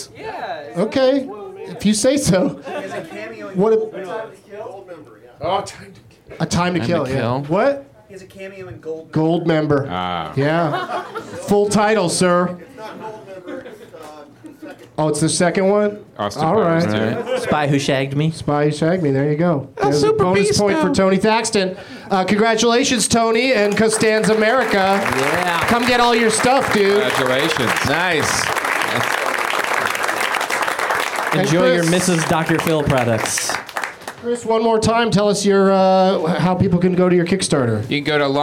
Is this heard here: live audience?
yes